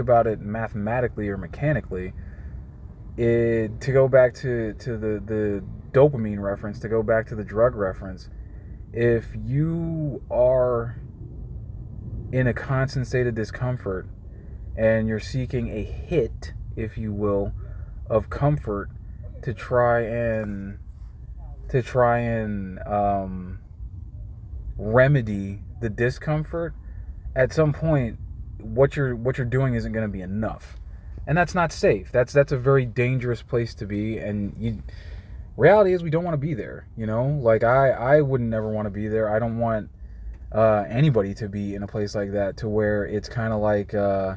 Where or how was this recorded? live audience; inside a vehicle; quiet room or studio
inside a vehicle